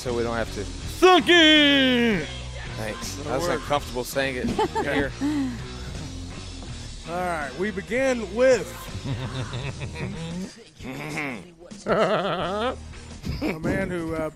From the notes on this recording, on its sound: WE ARE LIVE FROM THE BON SECOURS WELLNESS ARENA FOR THE LEO SANTA TOY DRIVE